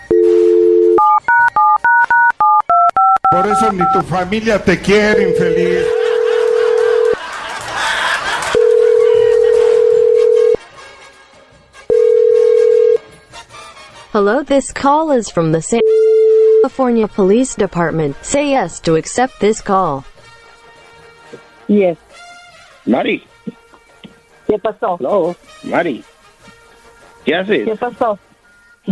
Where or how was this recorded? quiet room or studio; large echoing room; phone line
phone line